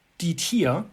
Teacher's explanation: a change in the sound in Texas German, namely the unrounding of front rounded vowels, die Tür to die Tier, combined with the unclear gender assignment, die or das Tier, can then lead to these overlaps in meaning in certain contexts.